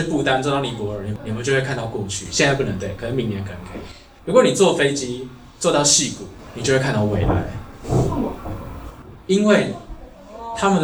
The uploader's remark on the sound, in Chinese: 北市國小職能探索課程現場錄音